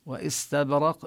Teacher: السين من حروف الهمس ومن حروف الصفير